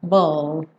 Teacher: depois do B, você já leva a língua lá para o céu da boca e aí você fecha o som, ball. Esse E final não é pronunciado.